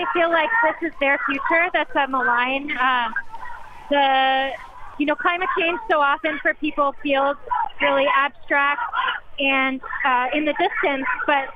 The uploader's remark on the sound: reports live from the scene of one of those stikes in Manhattan’s Columbus Circle